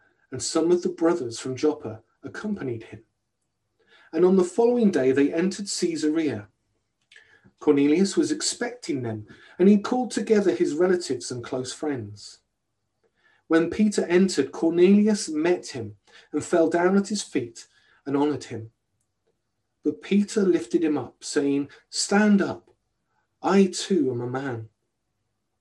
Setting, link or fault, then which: setting, large echoing room